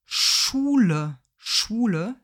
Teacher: Nicht ganz so extrem, aber die Lippen kommen hier auch etwas nach vorne. Und es gibt auch eine Rundung beim Konsonanten Sch.